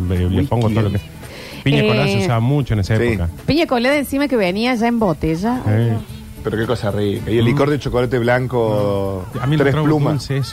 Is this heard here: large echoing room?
no